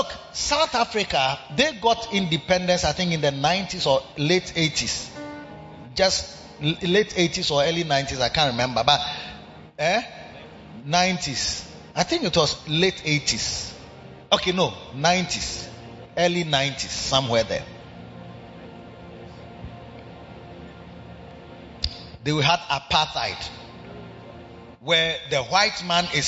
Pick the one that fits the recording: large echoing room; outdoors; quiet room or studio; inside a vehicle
large echoing room